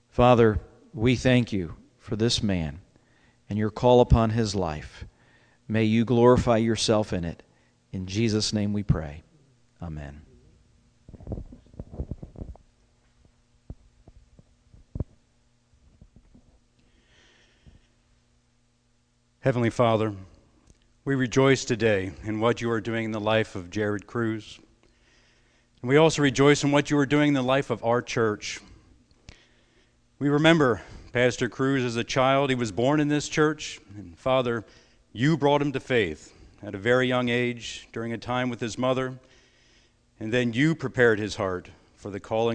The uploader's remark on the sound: It was recorded at the Lebanon Bible Fellowship Church in Lebanon, PA during the evening service on 11/14/2021.